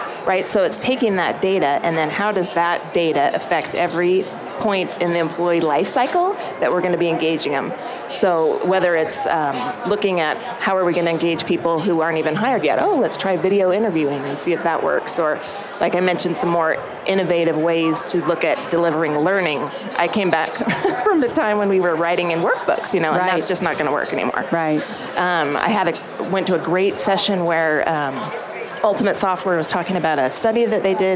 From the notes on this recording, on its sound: LIVE from Las Vegas, at #HRTechConf